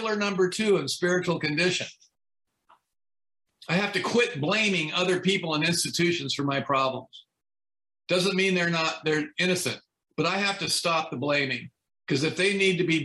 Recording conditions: video call